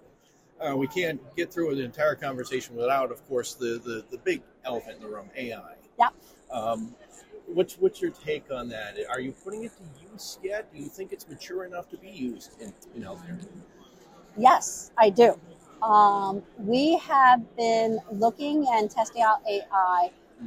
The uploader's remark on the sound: on the HIMSS 2023 Exhibit Hall floor